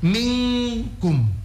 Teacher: nun sukun atau tanwin ketemu dengan qaf atau kaf, nun sukun atau tanwinnya itu langsung berbunyi ng, minkum ya. · Term: ikhfa